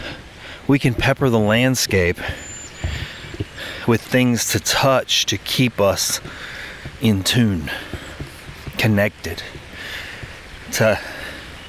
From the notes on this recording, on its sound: I invite you to walk with me through the Grove, a local walking park—which has become a bit of a personal sanctuary—situated admist the clatter of local traffic